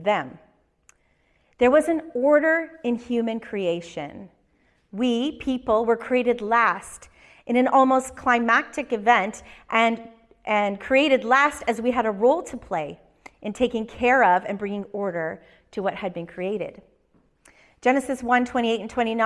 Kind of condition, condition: setting, large echoing room